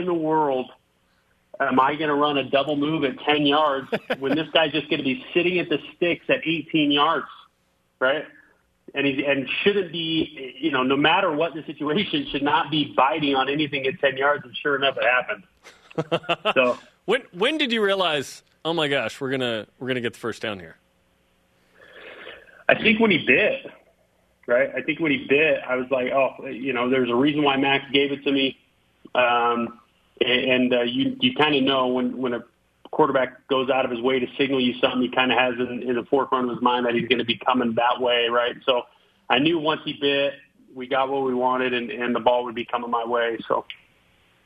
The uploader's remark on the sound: joined over the phone